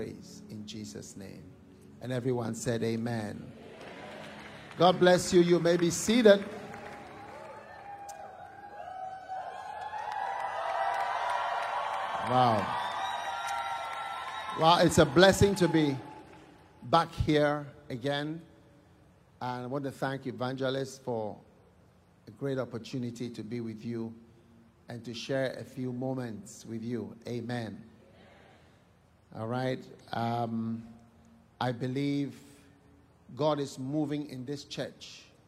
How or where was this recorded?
live audience